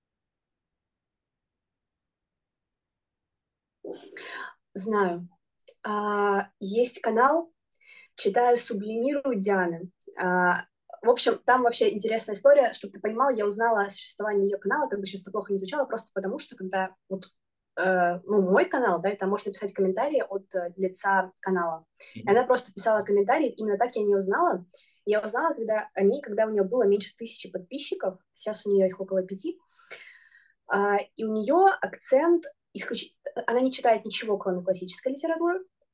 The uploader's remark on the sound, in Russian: мы записали новый зумподкаст